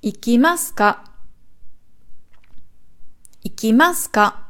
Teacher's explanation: Also es geht nicht beim K hoch, sondern schon davor. · Term: Betonung